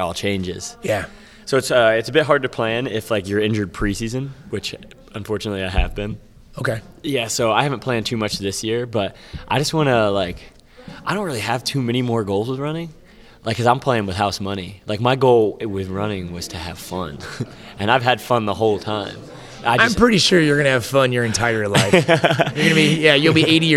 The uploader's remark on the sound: LIVE from Caesars Palace in Las Vegas.